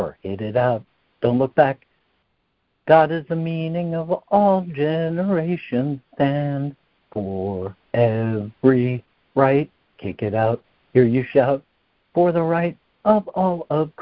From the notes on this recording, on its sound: ACIM Daily Conference Call.